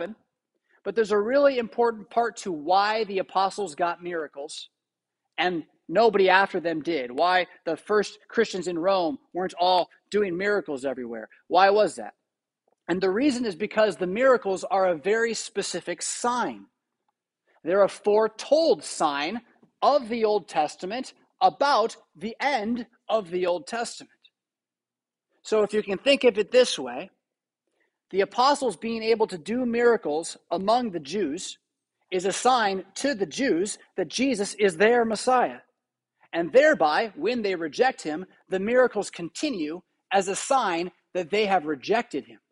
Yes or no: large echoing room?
yes